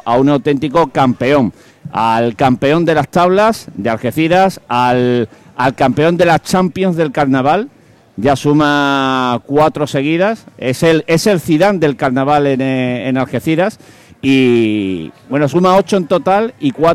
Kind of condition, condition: setting, busy venue